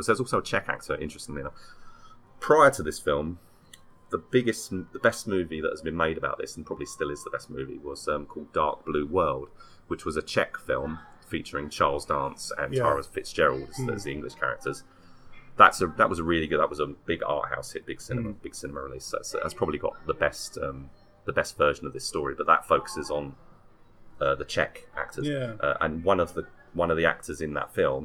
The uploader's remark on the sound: Please excuse the background noise on this week's episode. Recorded it in the bar of our hotel, while attending this year's Fighting Spirit Film Festival.